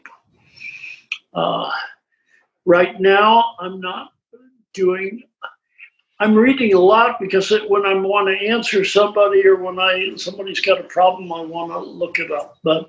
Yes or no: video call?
yes